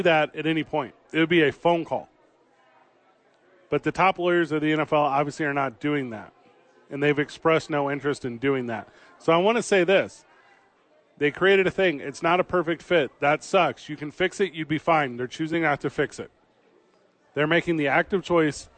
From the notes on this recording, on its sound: live from Sadies on 4th